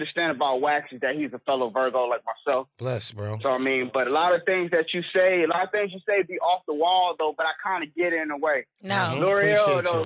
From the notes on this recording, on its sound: We opened up phone lines for "Who's On Drugs" to see what our listeners thought about the subject.